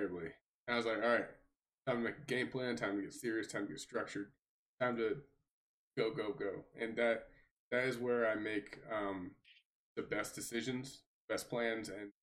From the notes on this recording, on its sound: Sorry about the Sound cutting out when my voice got low, I have fixed this for future episodes. My noise gate floor was too high.